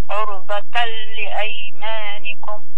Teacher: اللام هو بغير غنة نقول هكذا زي الإظهار